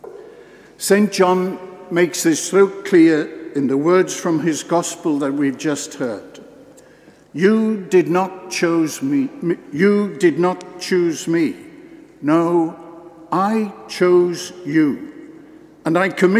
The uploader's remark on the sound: This homily at the Episcopal Ordination. Given in the Cathedral Church of St John the Baptist in Norwich.